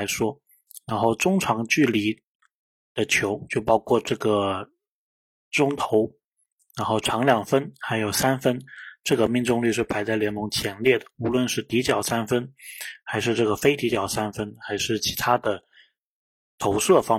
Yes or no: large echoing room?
no